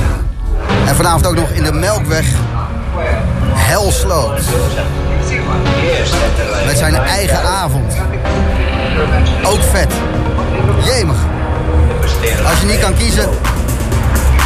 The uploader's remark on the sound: Live from Amsterdam Dance Event!